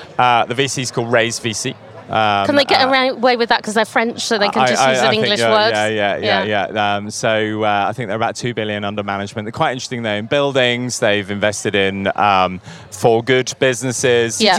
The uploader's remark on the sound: Recorded live on a Eurostar from London to Paris